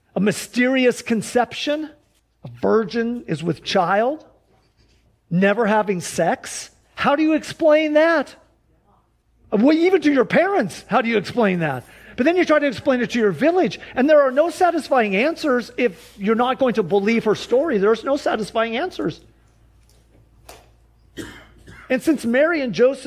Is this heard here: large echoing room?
yes